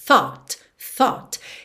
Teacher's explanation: Tem que começar com esse th-th-th, tá bem? Língua lá na pontinha dos dentes da frente, com arzinho th. E depois pode pensar num O com acento agudo.